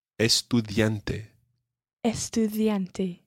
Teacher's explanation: In Spanish, when you're using the letter D, you've got to try to make sure that your tongue comes in between your teeth.